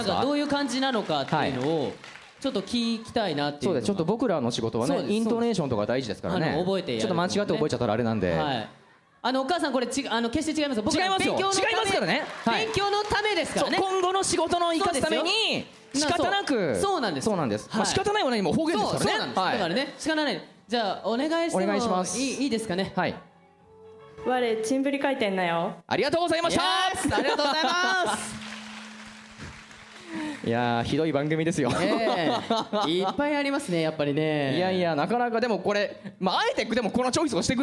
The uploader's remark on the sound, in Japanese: 下北沢タウンホールで行われた。100回記念の公開録音の模様をお届けします！